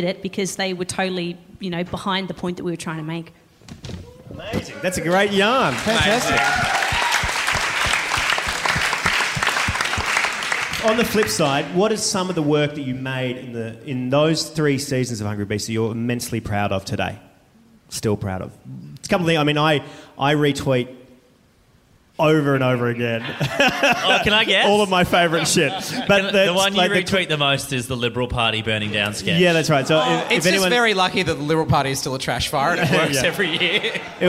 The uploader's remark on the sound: This is the audio from the Hungry Beast 10 year reunion show that we put on a couple of months ago.